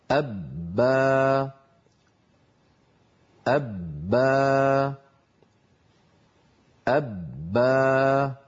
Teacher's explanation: هل لاحظتم كيف أن بداية الباء شديدة مجهورة ينحبس خلف الشفتين الصوت والنفس فلا يجريان، ثم لما تنفتح الشفتان يخرج الصوت والوتران يهتزان ولا يخرج نفس، ولا وإلا كانت أبا بعدين تصير أبا لو كانت مهموسة وليس النطق الصحيح كذلك. · Term: باء مشددة مفتوحة